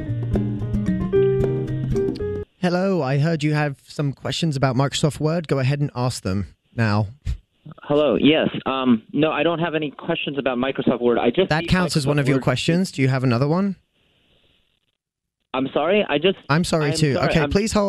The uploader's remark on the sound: Phone Prank